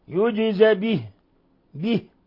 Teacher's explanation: لما نقف على به المكسورة نظهر الكسر، يجز به، به نخلص الكسر، وإذا وصلناها يجز به ولا